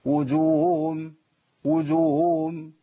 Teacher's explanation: انا اظهرت الحركات اللي على الهاء الضمة، كأني بجيب واو